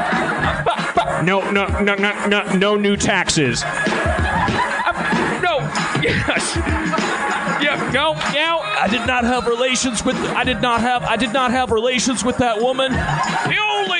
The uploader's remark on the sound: Note: the audience was not mic'd this episode.